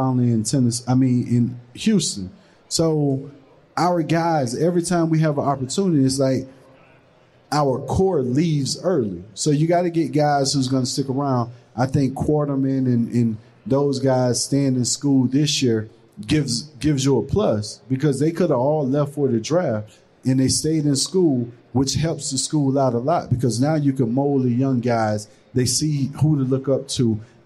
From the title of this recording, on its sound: Live from Caesar's Palace